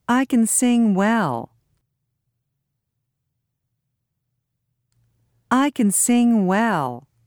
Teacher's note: Notice that we put the stress on the verb sing and not on can.